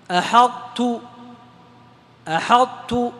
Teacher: في الإدغام الناقص ذهبت القلقلة في الطاء وبقي الإطباق. أحطت، أحطت، وضح الإطباق وبين الإطباق.